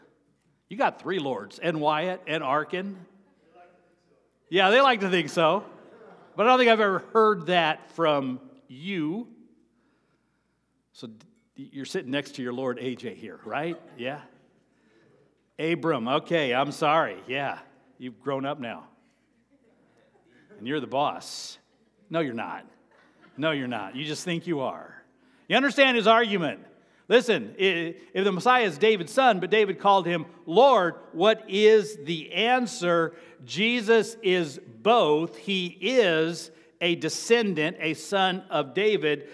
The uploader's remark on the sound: Sermon preached on April 30, 2023, at Avondale Baptist Church.